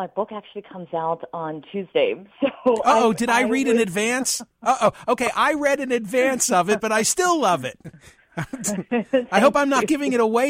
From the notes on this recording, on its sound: plays portions of a phone call